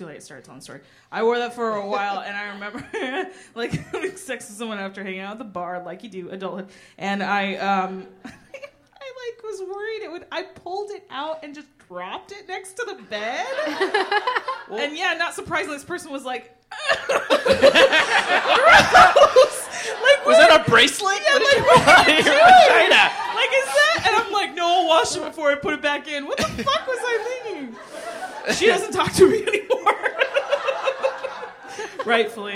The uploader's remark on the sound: Live at Bridgetown Comedy Festival